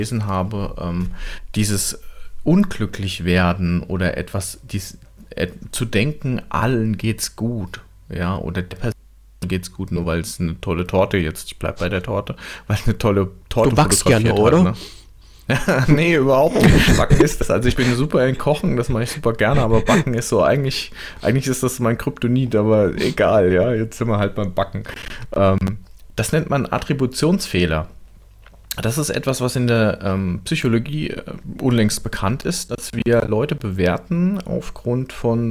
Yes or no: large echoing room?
no